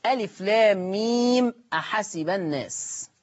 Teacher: الأحرف المقطعة التي تمد بمقدار ست حركات الإشباع